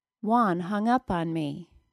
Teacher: Hung was a small single-syllable word, and the particle up took the stress.